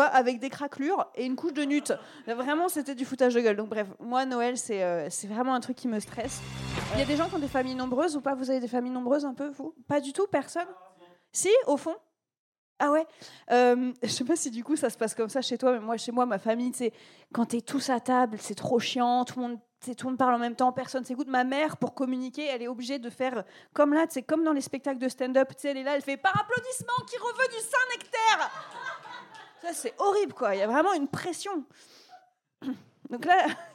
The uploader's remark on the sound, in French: LIVE au Charlie et sa Bière à 2 balles. EN PUBLIC au Charlie et sa Bière à 2 balles (Paris) avec une soirée spéciale qui mêle STAND-UP et PODCAST enregistré en public !